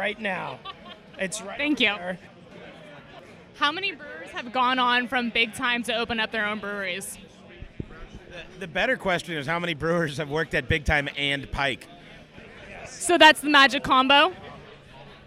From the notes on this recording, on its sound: These recordings were taken at last year's Hard Liver Barleywine fest at Brouwer's Cafe (Seattle, WA). I talk to people about why they love barelywine and why Hard Liver is the best beer event of the year.